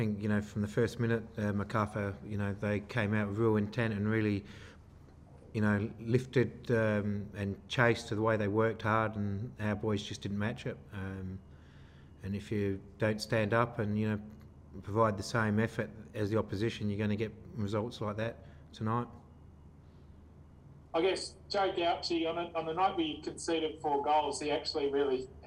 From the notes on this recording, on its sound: Post-match Press Conference | Macarthur FC v Adelaide United.